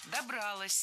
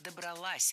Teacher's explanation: Опять же, ударным должно быть окончание. · Shown in: second take